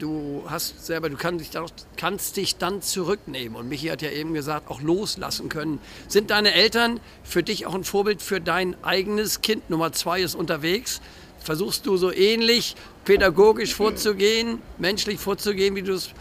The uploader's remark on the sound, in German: Der Podcast wurde im Zuge des CHIOs in Aachen 2023 aufgenommen.